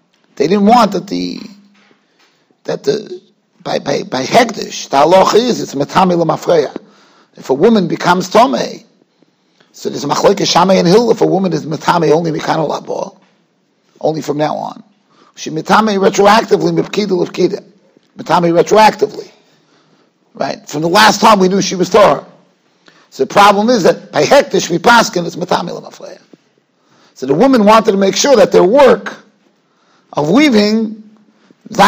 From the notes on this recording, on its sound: Shiur recorded in Yeshivas Ohr Reuven, Monsey, NY.